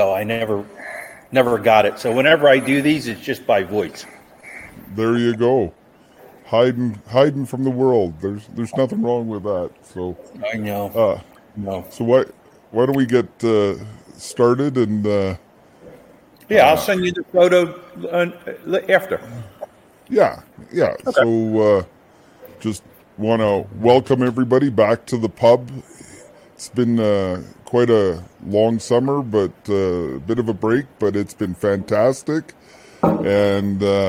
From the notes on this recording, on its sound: Visits in the pub. Who hails from Pennsylvania (despite technical challenges of computers).